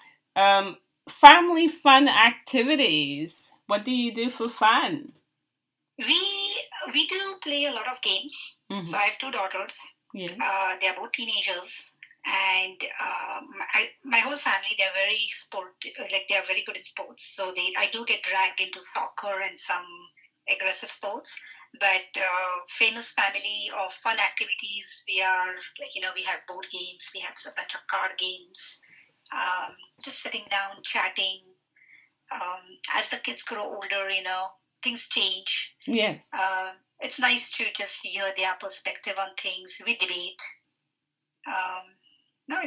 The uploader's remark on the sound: The audio on this one is rough